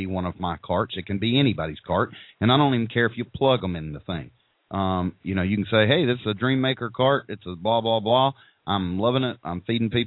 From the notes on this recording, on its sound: We will be taking live callers questions and comments. Call in during the live Hot Dog Vendor Radio show with your questions or comments.